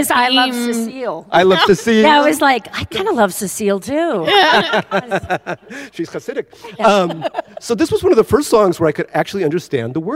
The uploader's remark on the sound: Recorded live. Crybabies Live at the Bard.